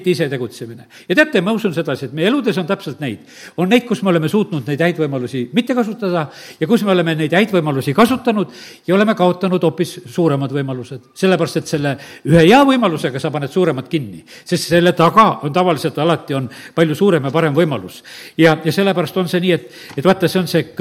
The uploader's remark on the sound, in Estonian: Audio salvestus koosolekult.